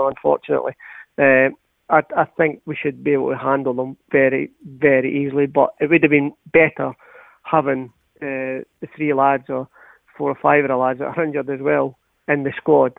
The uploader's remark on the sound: join the team on the phone